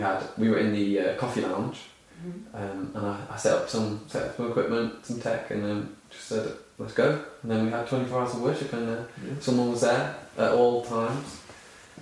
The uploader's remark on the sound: Please bear with us regarding the audio quality of this video! Due to some technical difficulties it's not quite what we want it to be.